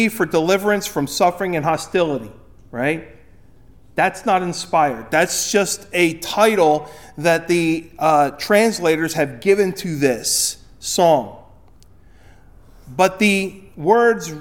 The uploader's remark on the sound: Recorded at Ebenezer UMC on February 25, 2024